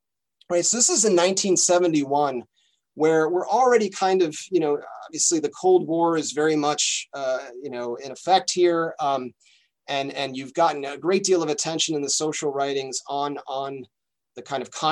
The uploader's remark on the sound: A webinar lecture. As part of a webinar series on Hispanic Theology, presented by the Lumen Christi Institute.